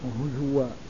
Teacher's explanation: قرأه حفص عن عاصم هزوا بإبدال الهمزة واوا